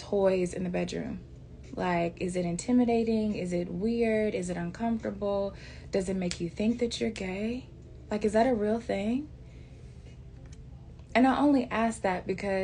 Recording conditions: sounds in the background